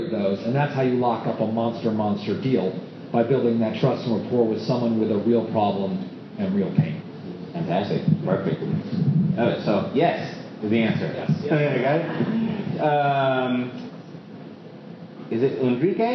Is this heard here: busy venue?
yes